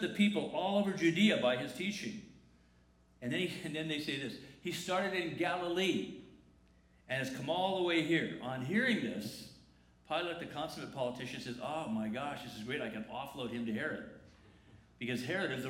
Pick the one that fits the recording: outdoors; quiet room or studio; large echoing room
large echoing room